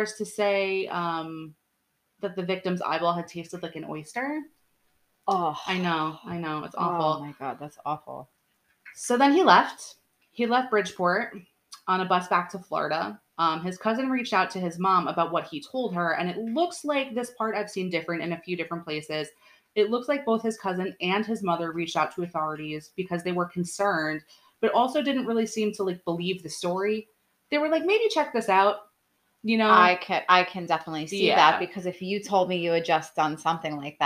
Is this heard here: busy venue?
no